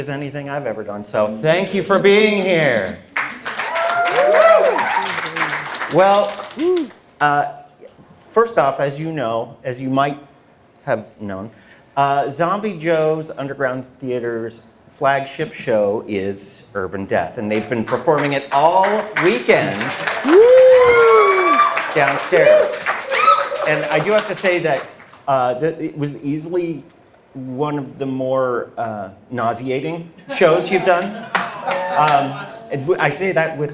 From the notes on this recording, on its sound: We’re continuing our Midsummer Scream coverage with another panel recorded live from this year’s show.